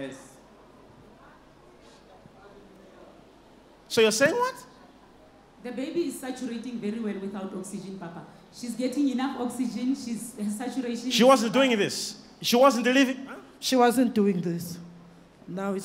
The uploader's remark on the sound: Instant Healing Miracles during a Live Service at ECG Church.